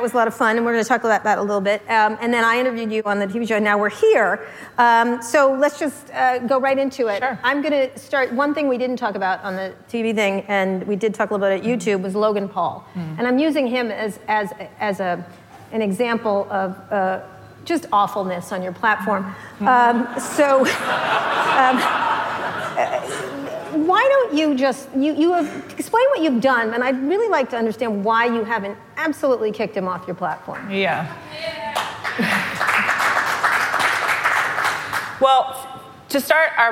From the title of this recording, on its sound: Live at Code Media 2018